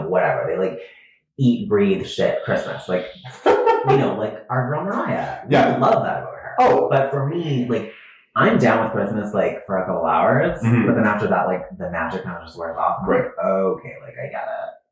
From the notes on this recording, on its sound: Totally fucked up the audio on this one.